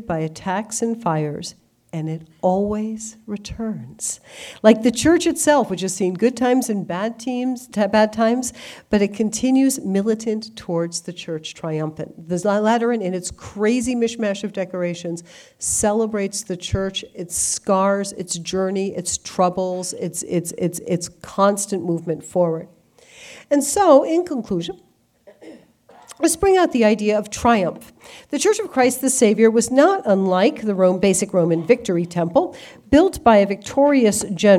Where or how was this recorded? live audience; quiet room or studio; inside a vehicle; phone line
live audience